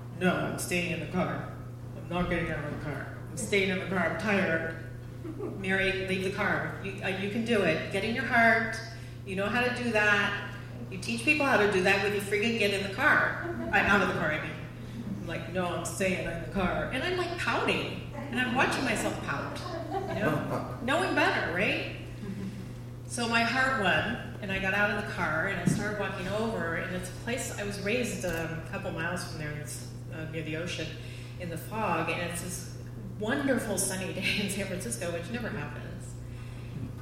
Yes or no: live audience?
yes